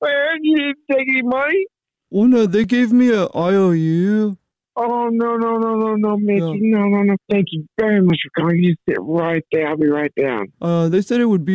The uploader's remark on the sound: Our listeners set-up a friend or family member to wake up with The Jubal Show, phone prank style.